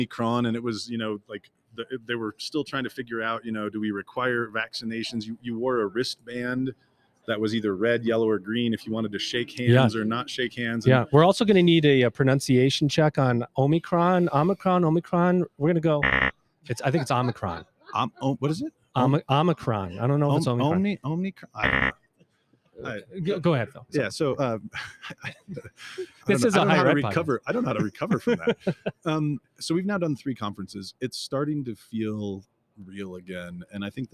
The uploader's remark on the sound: recorded LIVE & in-person at the Ellucian LIVE Conference 2022